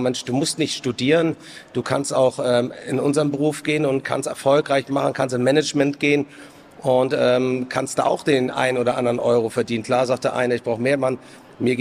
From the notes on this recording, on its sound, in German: Live-Talk von der Nord Gastro 2024